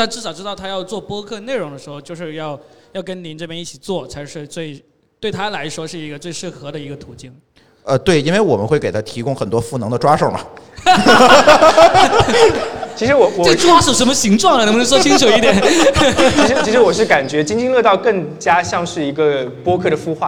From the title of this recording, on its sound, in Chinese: 深圳x播客线下圆桌论坛